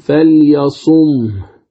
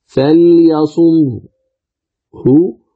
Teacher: إذا وقفت عليها بالإسكان تقول فليصم، وإذا وقفت عليها بالروم تقول فليصم هو، فتأتي بثلث منها فقط